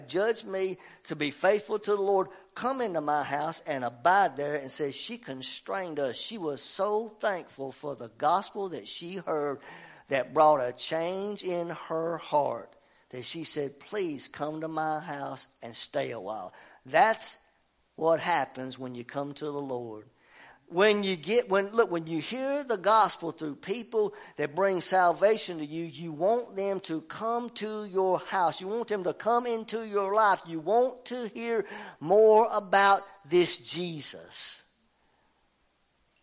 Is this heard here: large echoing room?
yes